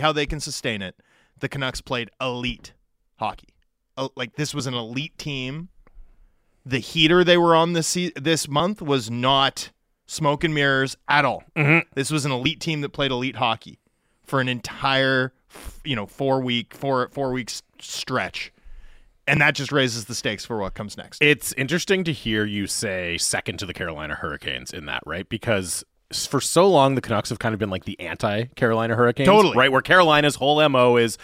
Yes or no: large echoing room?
no